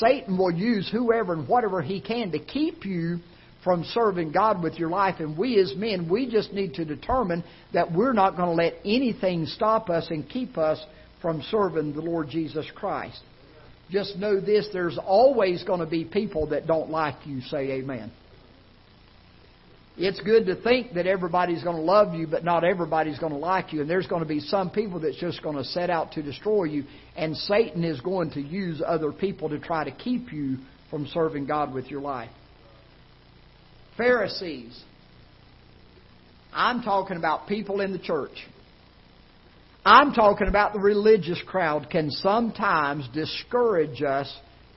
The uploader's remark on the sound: Ketha Heights Baptist Church ~ Live Broadcast